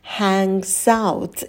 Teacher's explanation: звук h очень легкий, потом у нас звук лягушка, а, челюсть падает вниз и быстро встает на место.